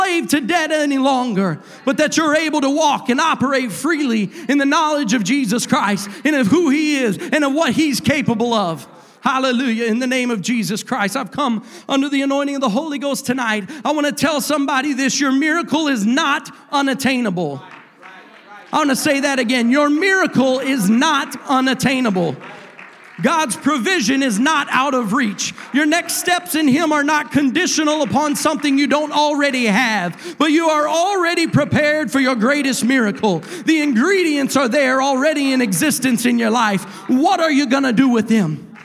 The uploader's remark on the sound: a service recording from Connect Point UPC